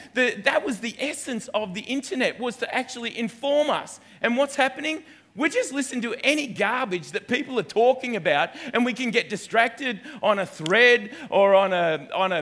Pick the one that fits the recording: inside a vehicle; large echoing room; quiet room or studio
large echoing room